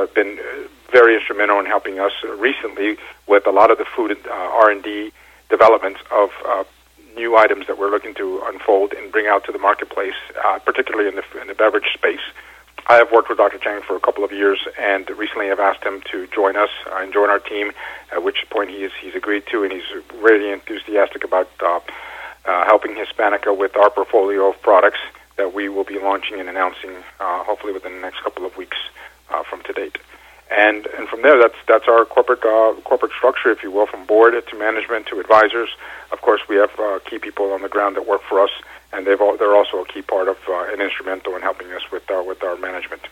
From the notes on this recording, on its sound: called in to SmallCapVoice